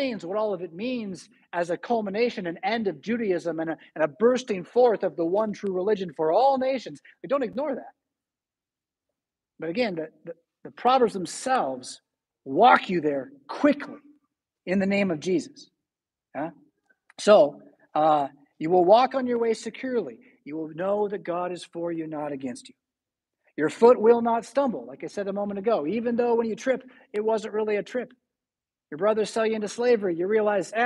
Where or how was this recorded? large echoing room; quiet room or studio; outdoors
large echoing room